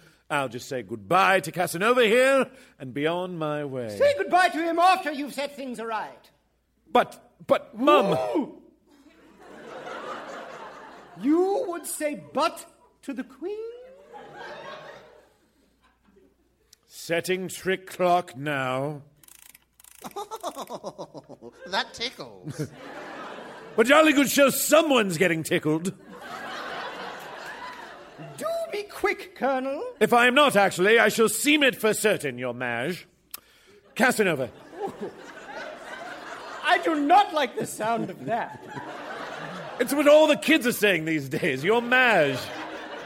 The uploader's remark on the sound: Recorded Live 1/10/2014 at Largo, Los Angeles.